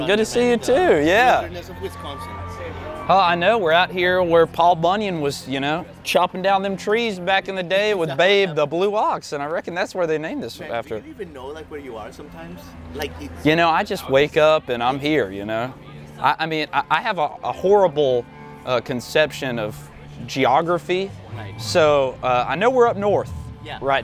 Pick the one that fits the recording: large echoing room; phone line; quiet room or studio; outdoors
outdoors